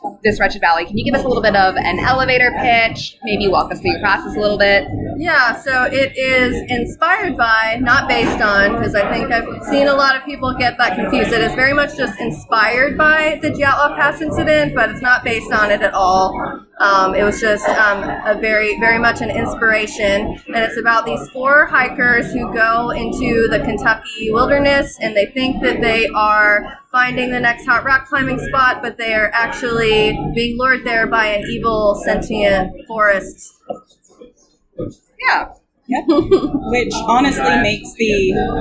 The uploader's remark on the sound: sorry for the audio - this was recorded live in a local brew pub